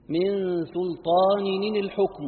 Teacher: لفظ بثلاث نونات مكسورات متواليات لا فصل بينهن